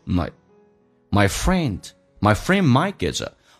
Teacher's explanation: Mike 不被强调，红色字体用降调来读，嘴巴不怎么打开，有点近似于发单元音